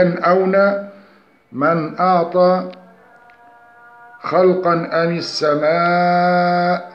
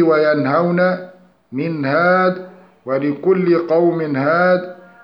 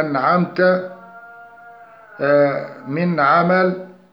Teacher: إخراج النون الساكنة من مخرجها من غير غنة · Term: الإظهار الحلقي